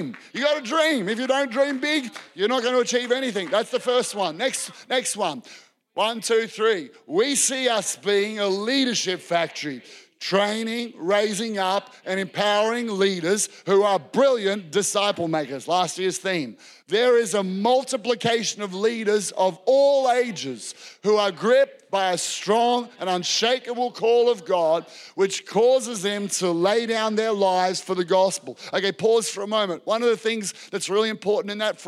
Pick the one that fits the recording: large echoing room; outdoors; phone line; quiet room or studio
large echoing room